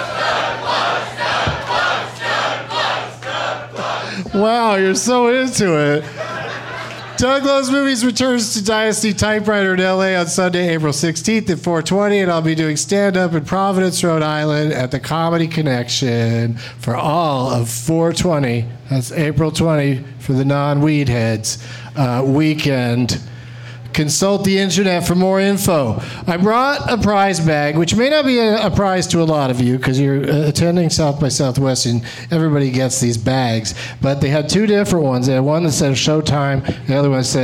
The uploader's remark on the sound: Live from the The Creek and the Cave in Austin as part of SXSW